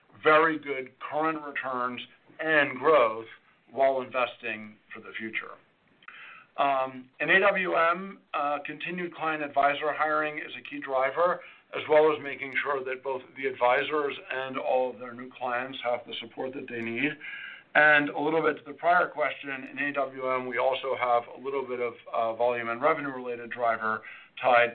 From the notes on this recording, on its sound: Fourth-Quarter 2023 Earnings Conference Call of J P Morgan Chase & Co.